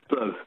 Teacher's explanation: It's a schwa in the middle, even though it's UR.